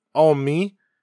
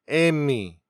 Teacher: vowels are often fronted in the Gyeongsang dialect. · Shown in: second take